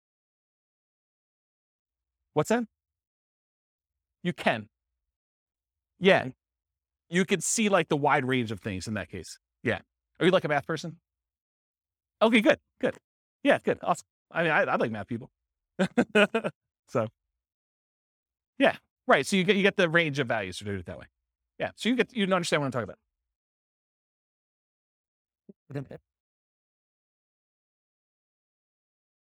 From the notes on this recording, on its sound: This was a live class recorded